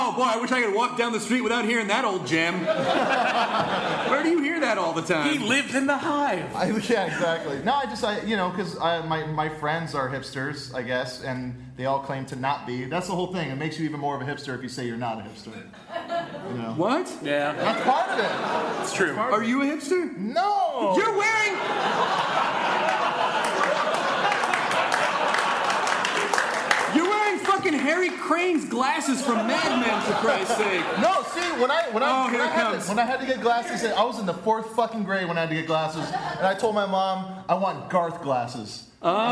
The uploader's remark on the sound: This was recorded at Largo in Los Angeles on April 5th, 2010 in front of a kick-ass crowd of delightful humans. Our very first live podcast! This was recorded at Largo in Los Angeles on April 5th, 2010 in front of a kick-ass crowd of delightful humans. We made it a little longer than a normal podcast by incorporating live performances and taking Q & A from them at the end.